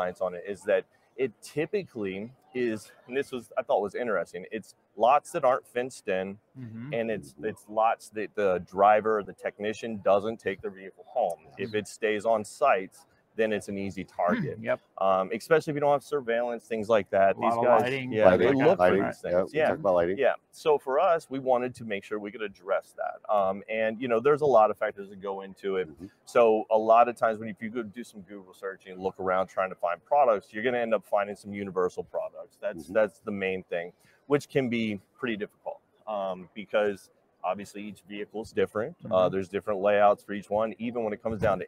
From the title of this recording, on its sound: Fleet Safety Geeks Live From NAFA 2023